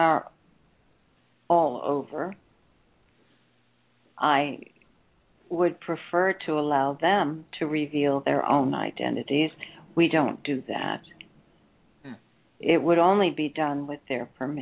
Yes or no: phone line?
yes